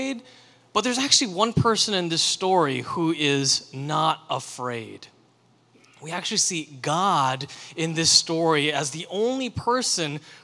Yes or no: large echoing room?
yes